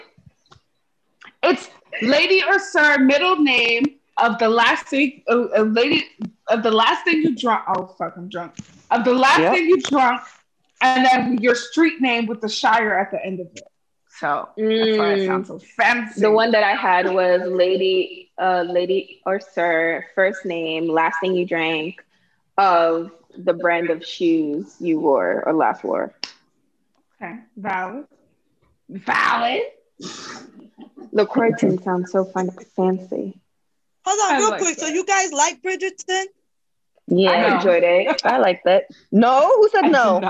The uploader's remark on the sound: Zoom Pod